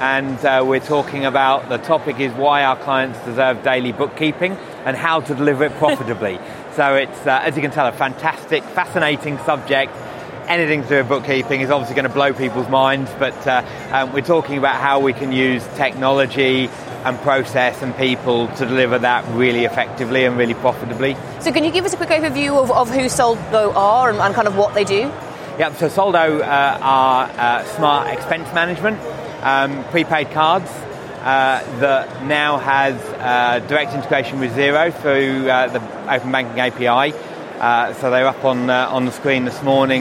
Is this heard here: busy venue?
yes